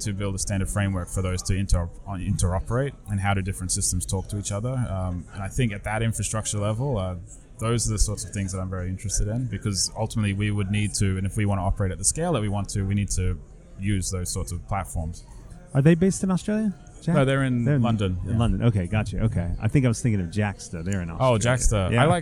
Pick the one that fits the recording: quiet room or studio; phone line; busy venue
busy venue